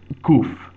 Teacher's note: Kuf is not a K sound, it is rather a Q sound. It is a deep guttural K sound.